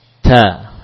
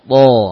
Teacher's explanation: Ta ada nafas berhembus, ta, ya. Kalau to tidak, to bukan demikian, tapi to tahan nafasnya. Ta dibaca dengan ringan, ta, ya.